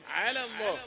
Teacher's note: لام على مرققة لكن لفظ الجلالة مفخمة